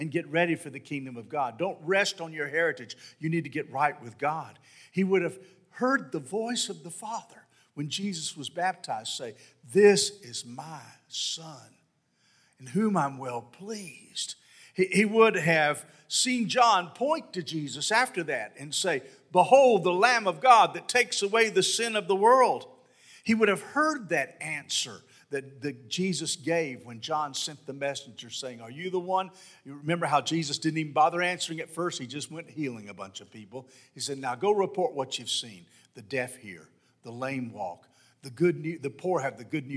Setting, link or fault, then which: setting, large echoing room